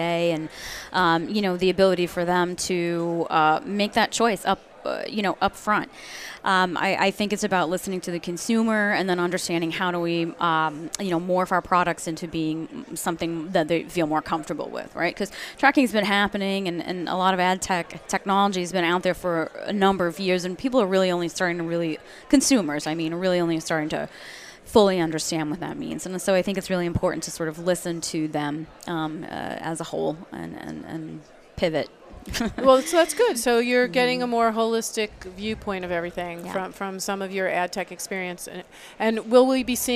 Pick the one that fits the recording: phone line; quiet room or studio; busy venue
busy venue